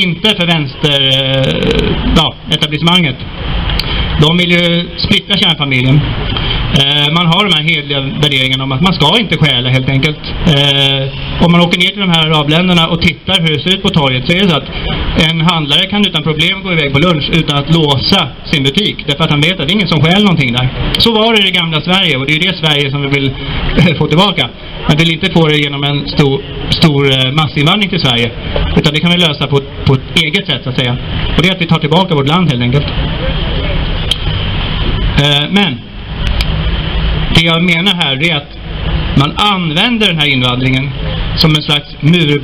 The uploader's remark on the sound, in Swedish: 3 november 2019 på Raoul Wallenbergs torg